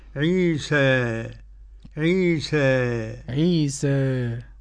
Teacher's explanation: وقرأ الإمام أبو عمرو بالتقليل قولا واحدا